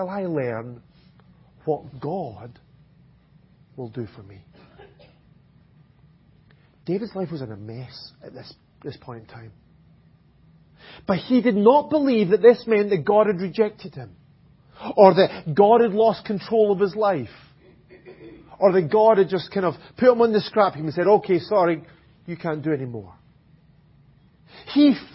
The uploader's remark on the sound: Audio recording of the Sunday morning Bible Teaching. At Enniscorthy Christian Fellowship, Enniscorthy, County Wexford, Ireland.